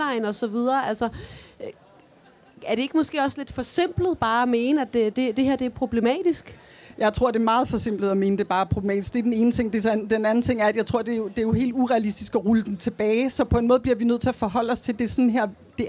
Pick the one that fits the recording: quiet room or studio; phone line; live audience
live audience